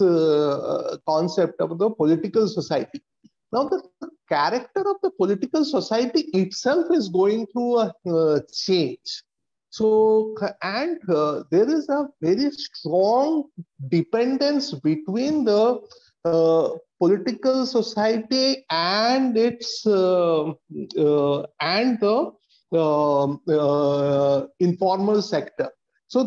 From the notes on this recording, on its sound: Zoom and Facebook Live